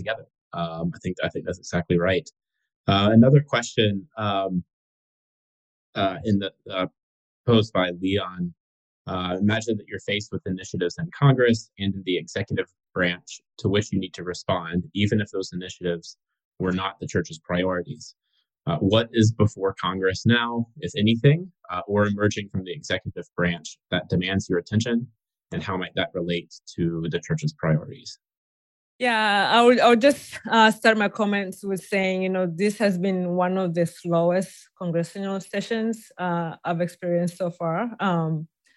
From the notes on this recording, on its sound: a recording of a recent webinar